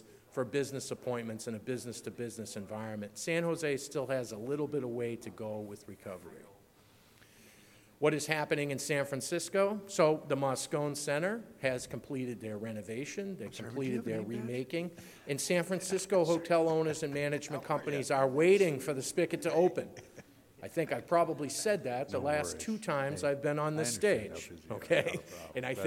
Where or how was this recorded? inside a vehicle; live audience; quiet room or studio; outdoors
live audience